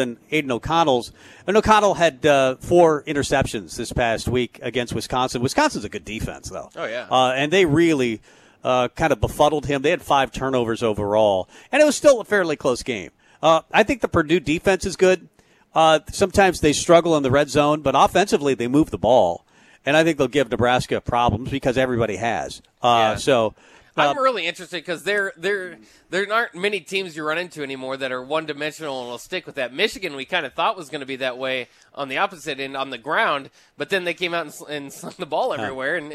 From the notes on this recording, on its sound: Tailgate Tuesday live from Chick-Fil-A.